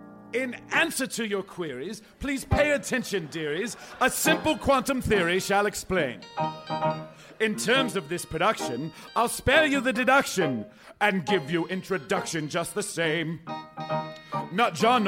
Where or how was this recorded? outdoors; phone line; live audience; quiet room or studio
live audience